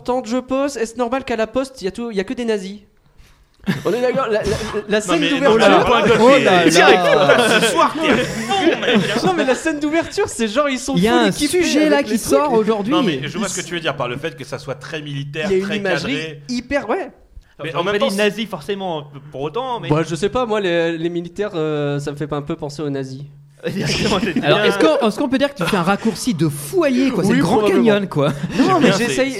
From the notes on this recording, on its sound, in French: En public. Nous étions en live.